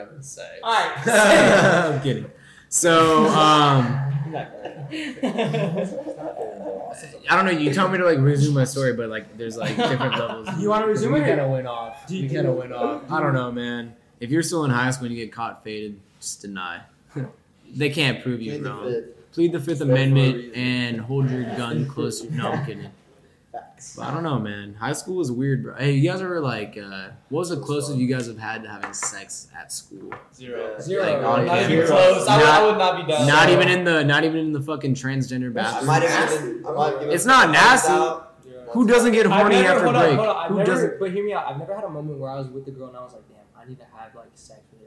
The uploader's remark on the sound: This is our very first podcast that we tried to make, this was a pure trial run however the equipment to make the audio 100000x is on its way.